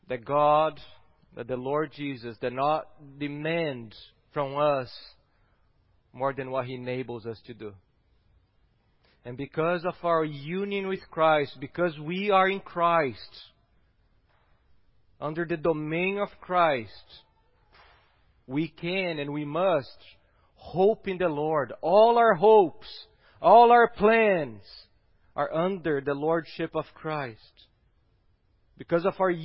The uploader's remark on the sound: at Gracious Cross Reformed Church Salem on Sunday, November 29th, 2020.